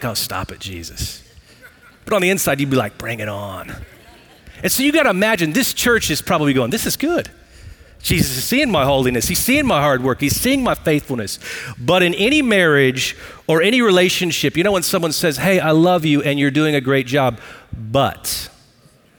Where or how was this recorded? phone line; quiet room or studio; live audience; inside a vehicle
live audience